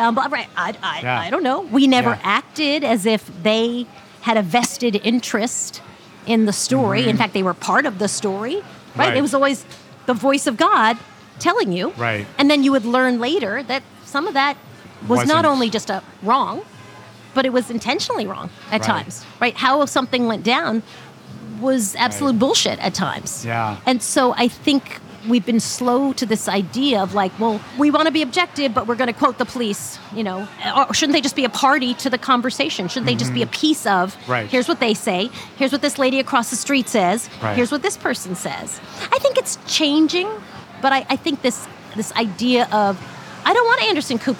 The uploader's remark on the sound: This episode of Dinner’s On Me was recorded at Harlem Shake in Harlem, NYC.